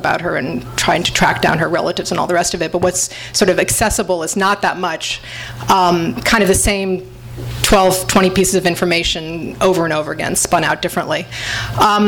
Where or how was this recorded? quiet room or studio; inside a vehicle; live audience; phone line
live audience